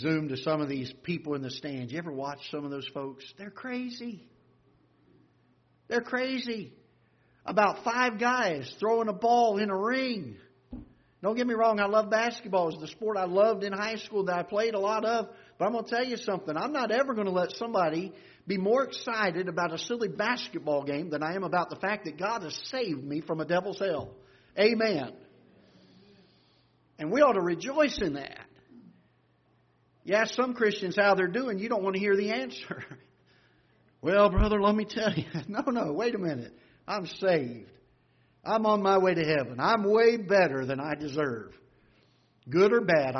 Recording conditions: large echoing room